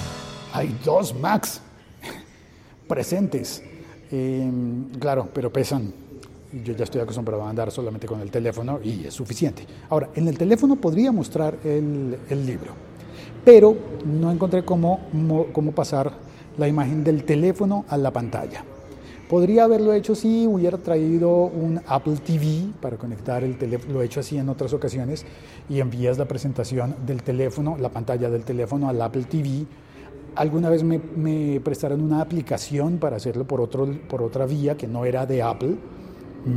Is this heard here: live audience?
yes